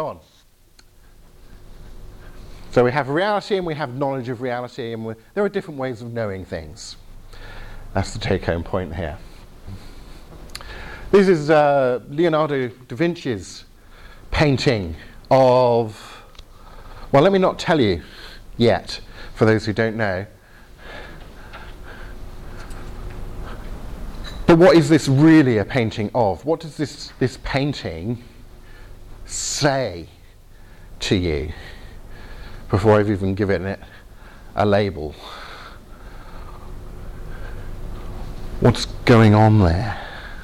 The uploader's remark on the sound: Talk with Q&A from the Reality 3:16 residential weekend in Northern Ireland